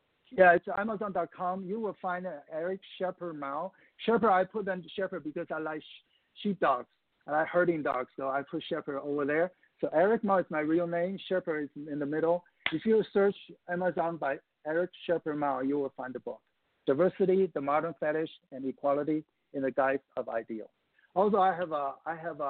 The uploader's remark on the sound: calls